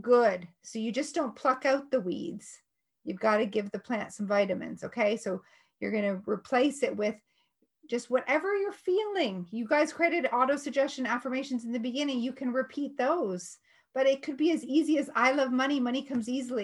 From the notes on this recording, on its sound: Today's episode in an excerpt from one of my Zoom classes.